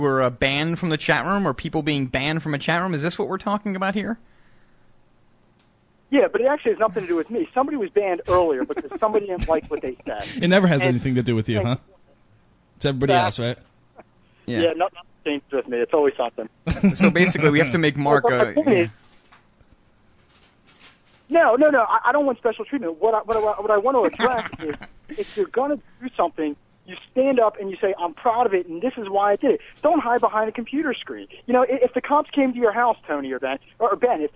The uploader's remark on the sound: take a few phone calls from some of our new listeners